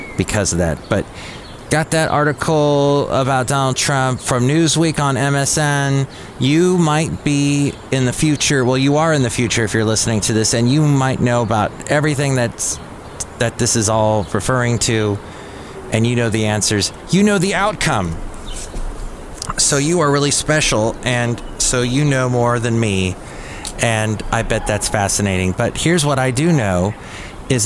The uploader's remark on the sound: podcasts live from Cafe Anyway